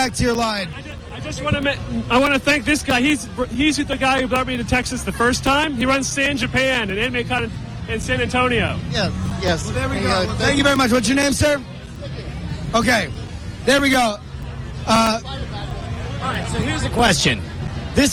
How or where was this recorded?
busy venue